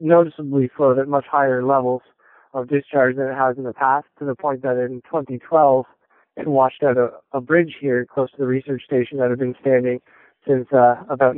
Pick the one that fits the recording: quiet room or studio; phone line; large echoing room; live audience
phone line